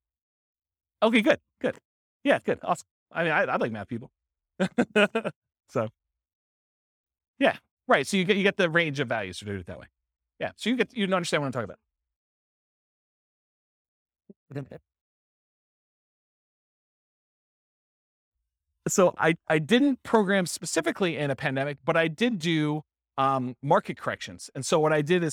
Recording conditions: live audience